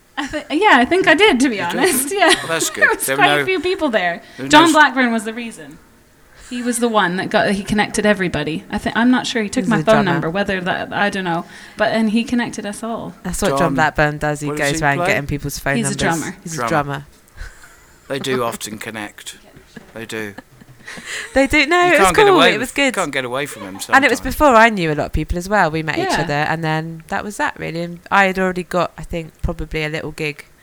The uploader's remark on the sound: Recorded before the concert on 24th October 2019 at Blue Vanguard Jazz Club, Gypsy Hill Hotel, Exeter